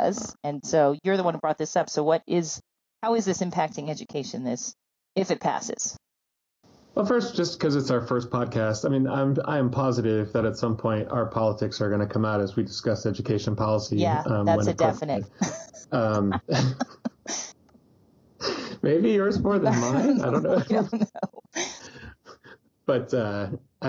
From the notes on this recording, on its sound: Since we don't travel together anymore, this gives us a chance to connect again, even if virtually! Bear with us as we learn the ropes of podcasting and explore our sound issues and all things technical!!